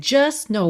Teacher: Atenção que você não escutou nada do T. Do S já foi direto pro N.